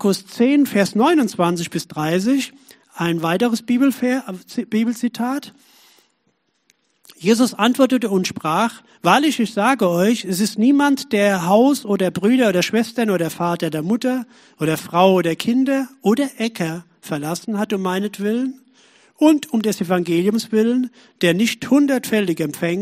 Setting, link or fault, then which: setting, large echoing room